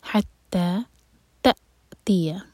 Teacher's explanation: تا کے بعد حمزہ جو ہے اس پر ہے سکون، تو کٹ آف ساؤنڈ ہوگا لیکن قلقلہ نہیں ہونا چاہیے، تا نہیں ہوگا.